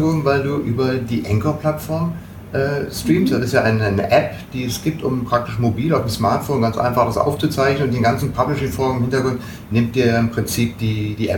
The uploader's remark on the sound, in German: Podcastertreffen auf dem Collabsummit 2019. Die eingeschränkte Tonqualität des Interviews. Ich habe ihn halt vergessen anzustecken.